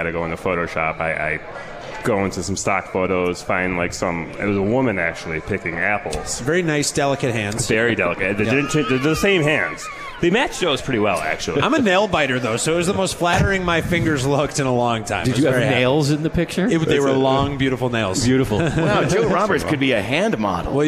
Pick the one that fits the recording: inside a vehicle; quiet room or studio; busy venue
busy venue